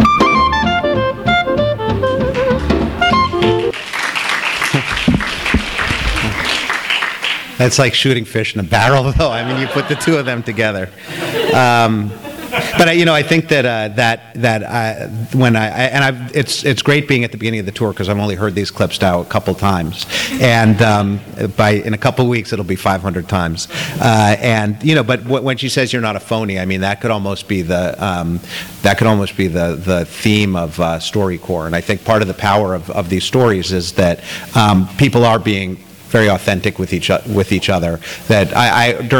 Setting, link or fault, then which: setting, live audience